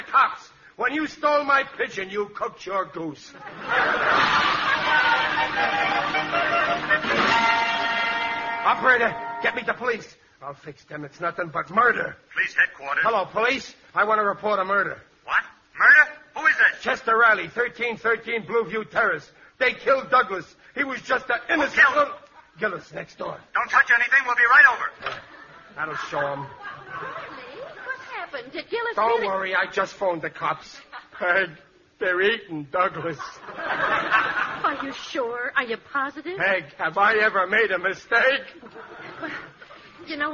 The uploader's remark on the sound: The program was broadcast live with a studio audience. Howls of laughter and applause from surprised audience members.